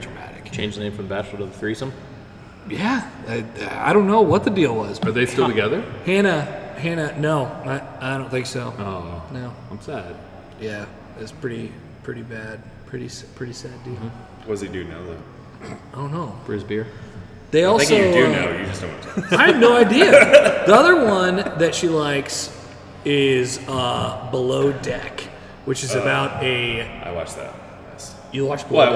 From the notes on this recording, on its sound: Live from Kros Strain. While we were recording, we were sitting at Kros Strain in a room with 26 foot tall ceilings lined with barrels.